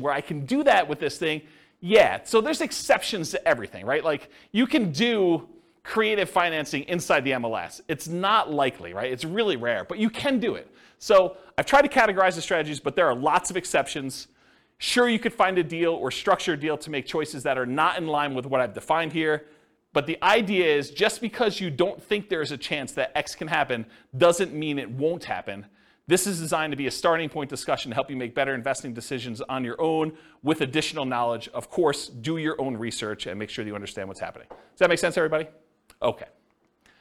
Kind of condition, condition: setting, live audience